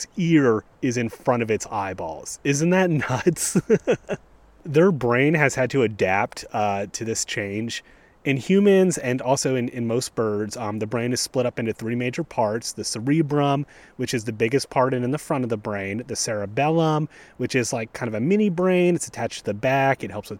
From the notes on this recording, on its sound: Recorded on a breezy day in First Landing State Park, even a fox stops by to listen!